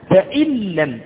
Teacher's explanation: كما تقول مثلا فإن لم أدغمت النون في الفاء لم تظهر النون وإنما ظهر حرف مشدد · Term: الإدغام بغير غنة